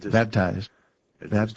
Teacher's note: Two syllables, and they're equally pronounced.